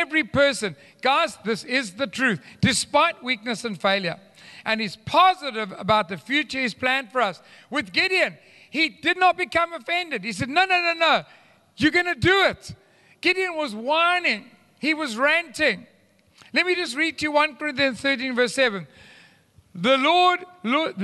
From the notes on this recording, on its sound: Recorded live on Sunday the 9th October 2022.